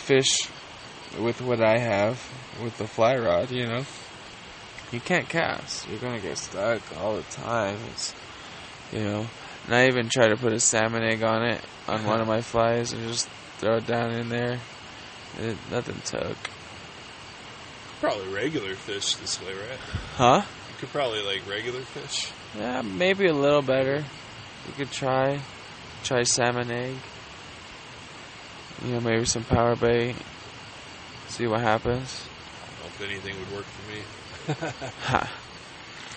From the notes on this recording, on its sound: In the woods on their first backpacking trip discussing the day and smoking a ton of weed.